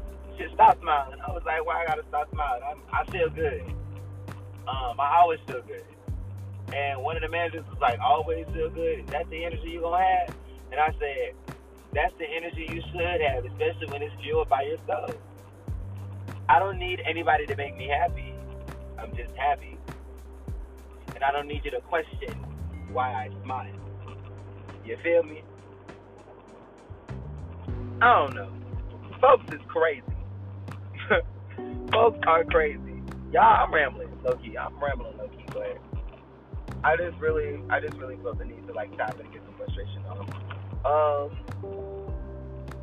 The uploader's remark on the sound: sorry about the horrible audio